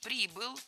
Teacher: Ударение кидает из стороны в сторону, но в проблемных формах оно остается на приставке.